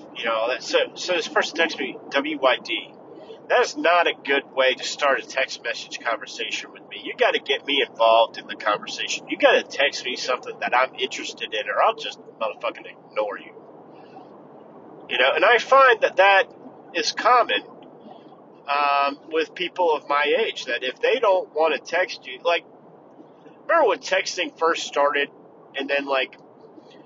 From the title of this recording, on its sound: In the Car